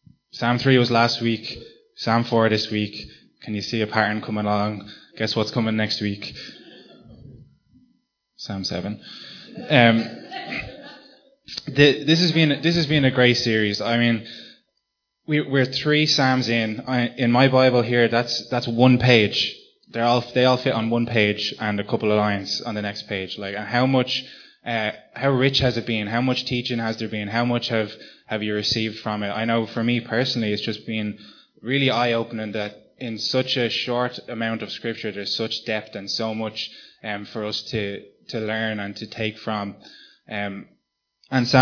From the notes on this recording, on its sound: Recorded live at Liberty Church on 24th March 2019